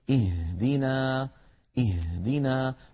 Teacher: بعض إخواننا يقول اهدنا الصراط فيضغط على صدره ويستهلك الهواء الذي في الرئتين دون أن ينطق هاء صحيحة. الهاء ليست من الصدر بل من أقصى الحلق فوق الهمزة بقليل. اهدنا اهدنا ولا بد من بيانها إن كانت متطرفة في آخر الكلمة موقوفا عليها.